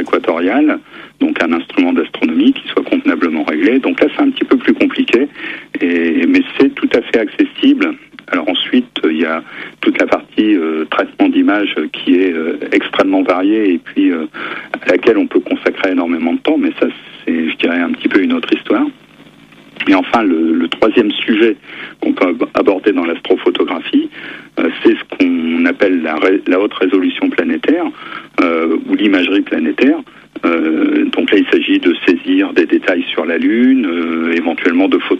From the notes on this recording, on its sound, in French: par téléphone